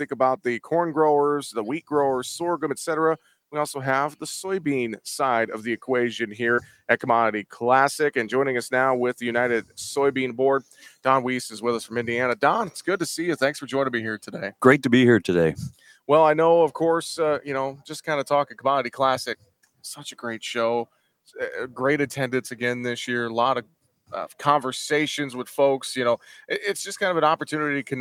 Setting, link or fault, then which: setting, busy venue